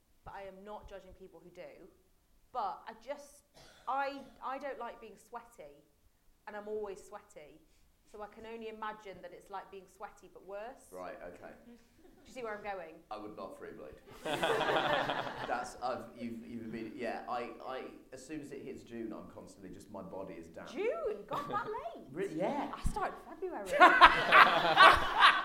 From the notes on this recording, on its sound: Live at Kings Place. This time it's LIVE! Recorded at the mighty Kings Place.